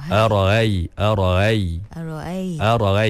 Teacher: Ni hamzah yang telah diringankan. · Term: tashil